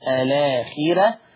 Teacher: هذه الراء مرققة، السبب لأن هذه الراء مفتوحة